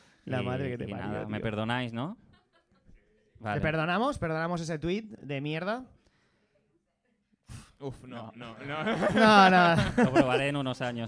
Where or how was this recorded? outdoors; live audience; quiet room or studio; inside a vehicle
live audience